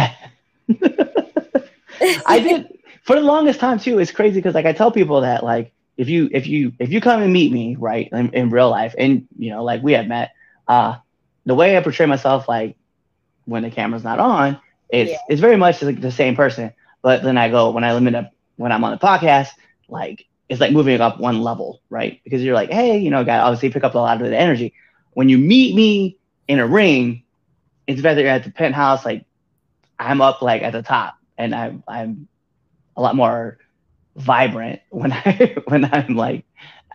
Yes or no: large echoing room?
no